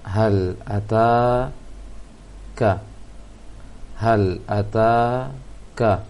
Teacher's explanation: Di sana ada ta yang panjang, ka yang pendek